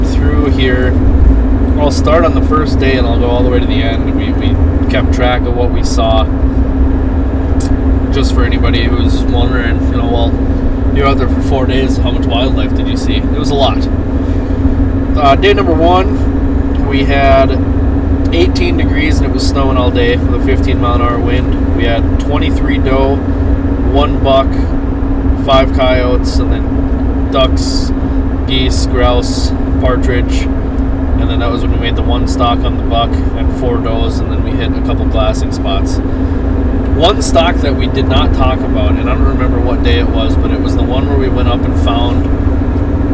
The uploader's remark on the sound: In the truck on the adventure across North Dakota.